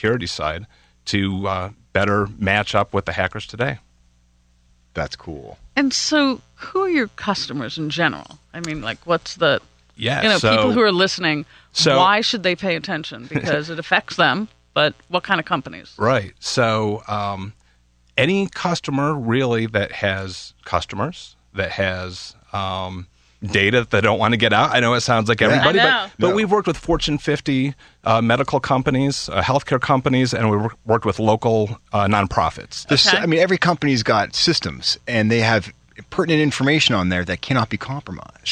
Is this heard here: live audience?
no